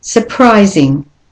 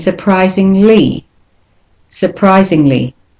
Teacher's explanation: So the UR there becomes a schwa.